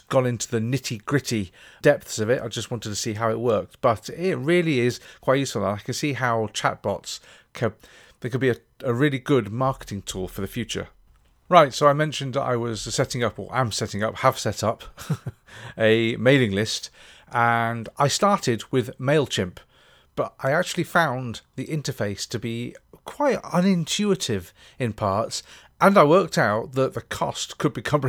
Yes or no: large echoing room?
no